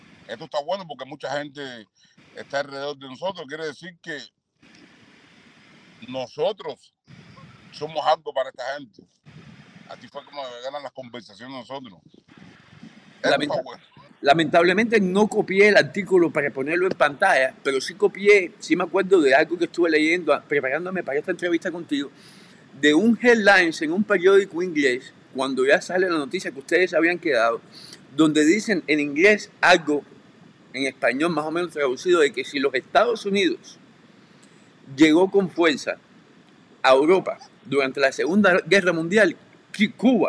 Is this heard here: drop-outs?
yes